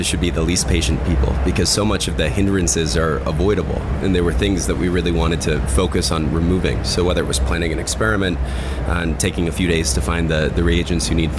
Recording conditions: busy venue